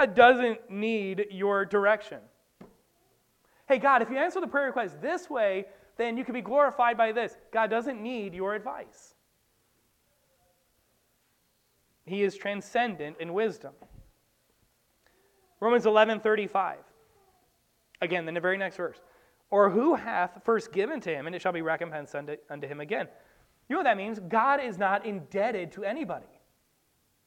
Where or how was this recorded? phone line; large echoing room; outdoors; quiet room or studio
large echoing room